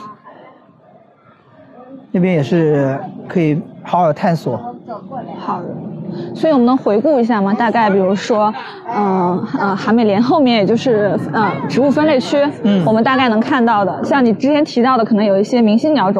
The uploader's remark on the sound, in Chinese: 本期节目的录制是在植物园中边行走边进行录制的，也许会有一定的杂音